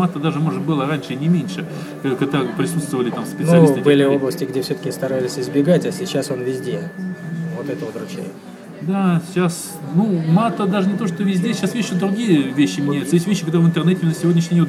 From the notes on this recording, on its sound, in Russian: At Кофе Хауз. Писано (как всегда) без подготовки, не продуманно и не запланировано, увы, в шумном помещении, на iPad, средствами SoundCloud.